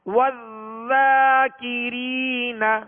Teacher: زال کو باریک اور نرمی کے ساتھ